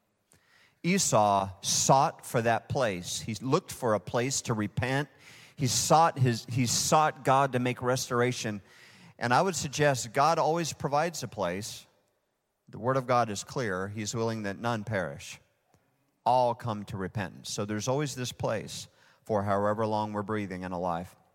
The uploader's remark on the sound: Recorded live at Hope Church in Springfield, Mo.